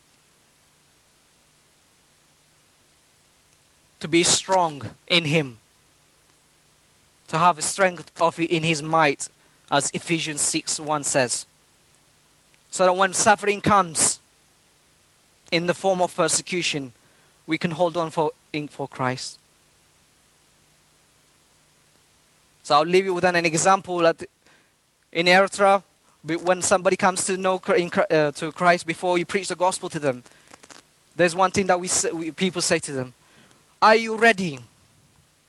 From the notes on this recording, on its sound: This is audio of the sermon taken from the live stream of this meeting.